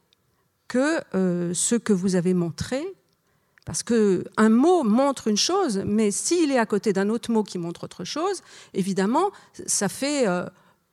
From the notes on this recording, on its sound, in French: Enregistr&eacute; le 23 septembre 2013 dans la salle Renaud-Barrault du Th&eacute;&acirc;tre du Rond-Point. Enregistré le 23 septembre 2013 dans la salle Renaud-Barrault du Théâtre du Rond-Point.